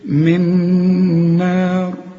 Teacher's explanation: والنون هنا مرققه والمد بتاعها كمان مرقق، والراء هنقف عليها مفخمه